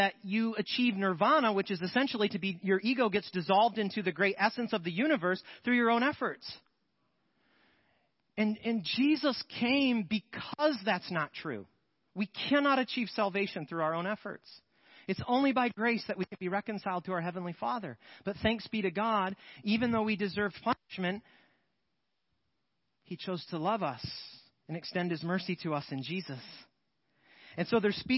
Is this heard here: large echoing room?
yes